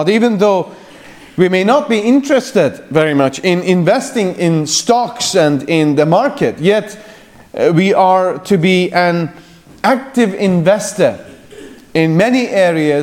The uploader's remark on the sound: The afternoon session from the Free Southern Presbytery's 2nd Family Conference.